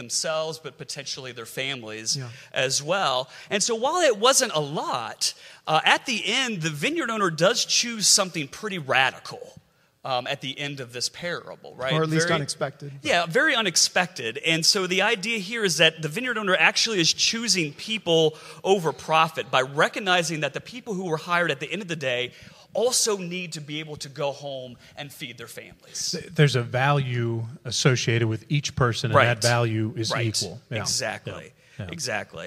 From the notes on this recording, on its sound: LIVE from Presbytery. In this special live recorded episode from the floor of Scotia Valley Presbytery.